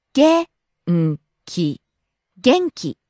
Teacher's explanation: Falling on the second syllable n and staying low.